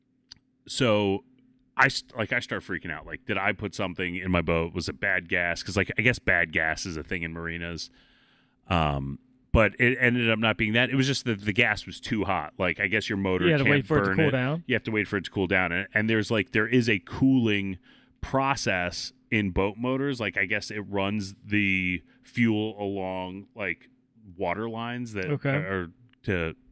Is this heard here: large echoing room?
no